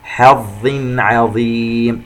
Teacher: تنوين وبعده حرف العين إظهار حلقي